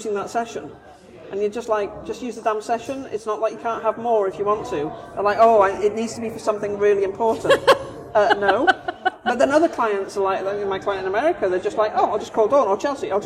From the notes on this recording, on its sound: These episodes are recorded chats in Starbucks so may have more background noise than a usual podcast.